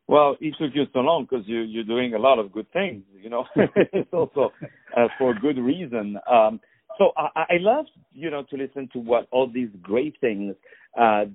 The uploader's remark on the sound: On the phone